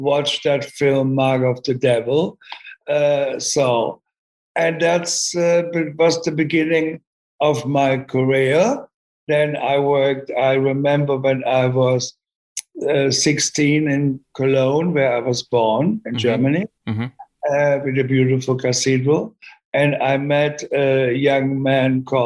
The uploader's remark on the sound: sat down over Zoom